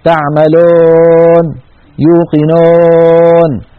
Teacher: خلط صوت الواو المادية بالألف